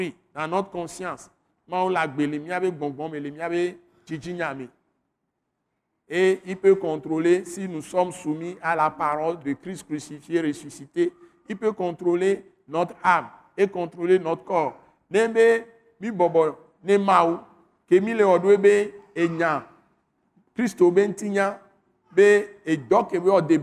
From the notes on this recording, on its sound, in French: Enregistré lors de la Soirée de Célébration et de Prière hebdomadaire de l’Église Christ Crucifié en Action (implantée par l’ATAC International), est prêché simultanément en français et en Mina, une langue locale du Togo.